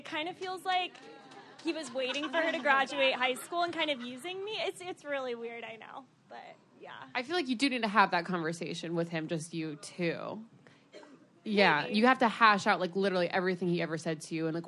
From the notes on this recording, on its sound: The I don’t get it girls take it live! They answer questions from the audience.